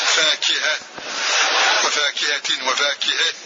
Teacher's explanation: ومثال الهاء بعد الكسر نحو فاكهة، وفاكهة، وفاكهة، فتمال هذه الهاء لوقوعها بعد كسرة